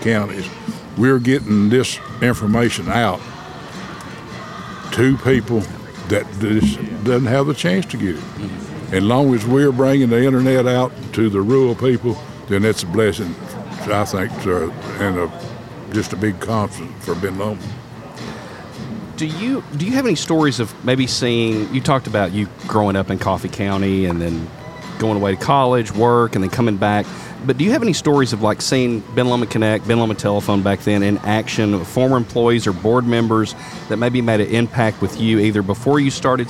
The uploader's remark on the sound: LIVE from the 2023 Ben Lomand Connect Annual Meeting!